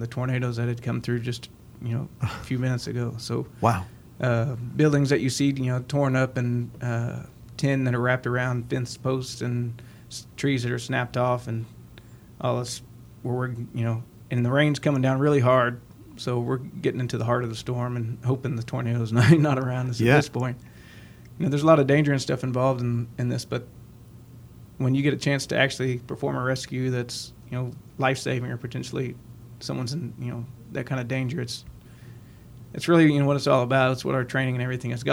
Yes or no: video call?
no